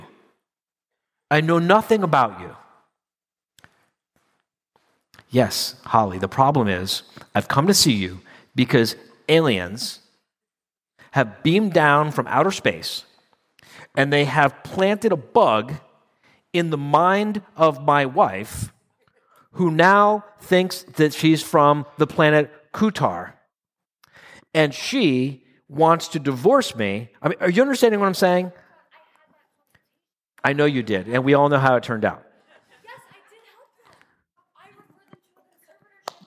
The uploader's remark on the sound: 2022 live quarterly meeting in Phoenix